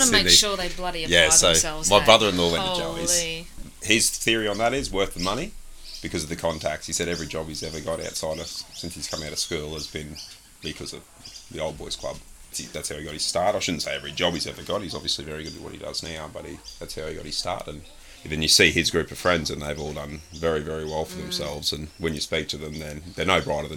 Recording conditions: sounds in the background